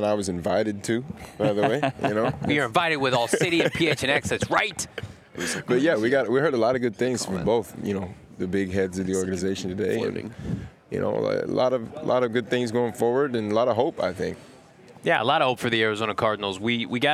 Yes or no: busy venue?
yes